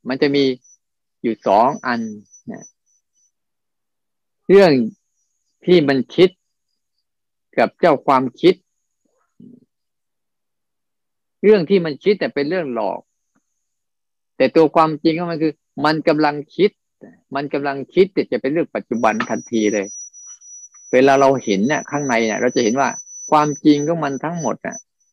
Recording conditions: video call